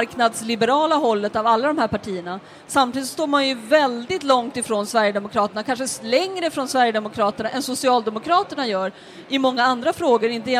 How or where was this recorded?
live audience